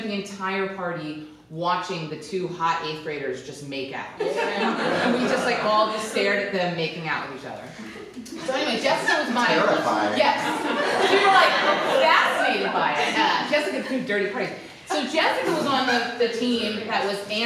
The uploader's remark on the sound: Performed live at Comedy Central Stage.